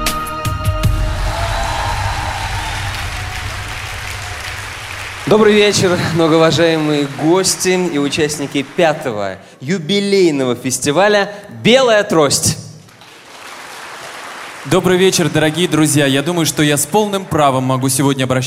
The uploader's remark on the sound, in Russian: Концертный зал Радио ВОС представляет.... Фрагменты гала-концерта V международного благотворительного фестиваля «Белая трость».